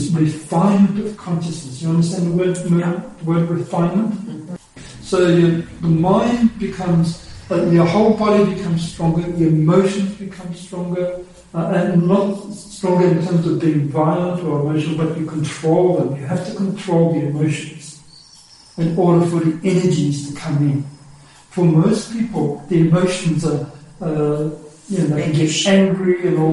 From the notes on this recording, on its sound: Unfortunately the sound quality of this talk is poor.